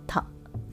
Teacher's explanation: そこに舌がくっついてなければいけないということになりますね。でそこで、えっと舌がくっつくことによって一回息が止まり素早く舌を動かすことによって息が破裂する